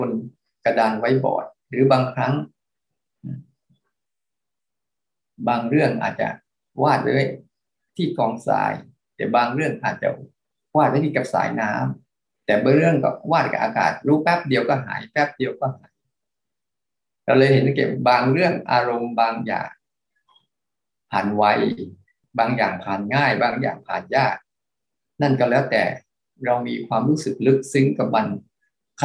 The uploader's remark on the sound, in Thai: คอร์สออนไลน์ (ผ่านโปรแกรม Zoom)